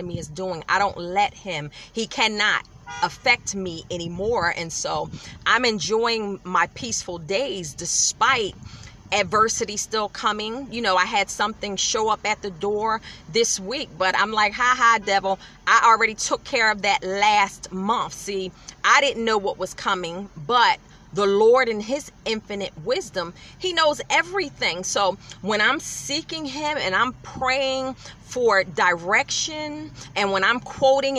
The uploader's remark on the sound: In my car